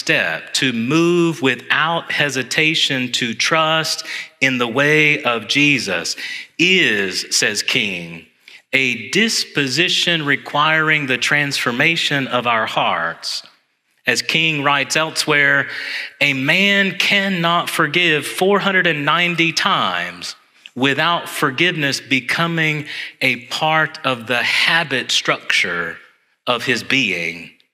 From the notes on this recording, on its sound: Homily preached on Sunday, January 14, 2024, in Church of the Ascension.